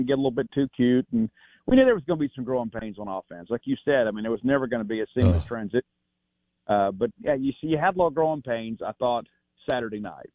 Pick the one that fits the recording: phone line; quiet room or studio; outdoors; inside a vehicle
phone line